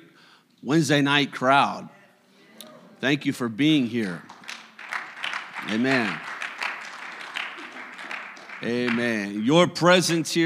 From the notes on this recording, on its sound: a service recording from Connect Point UPC